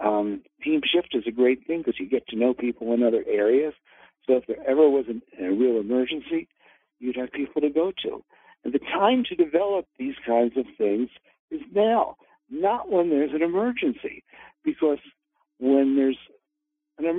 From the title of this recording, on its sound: Conference Call LIVE, August 8, 2022